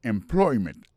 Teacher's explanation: Accent tombé sous deuxième syllabe là.